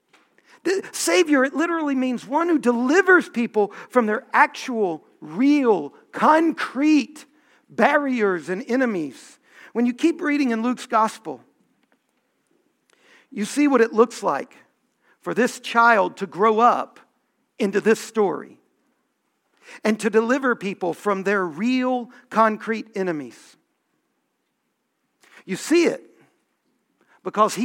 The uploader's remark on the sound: Homily from our Festival of Lessons and Carols